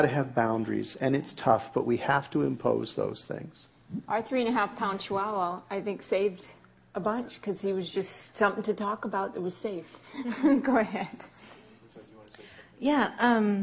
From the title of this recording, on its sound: Marriage Seminar Saturday panel discussion